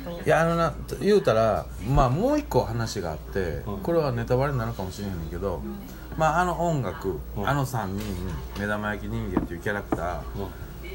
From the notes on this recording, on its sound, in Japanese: 神戸、SPACE DOG!RECORD(お店)より。